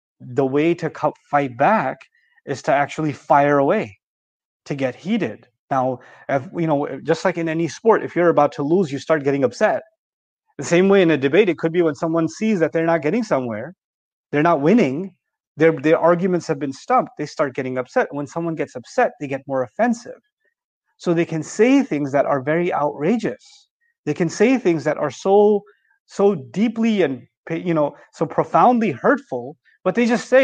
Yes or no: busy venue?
no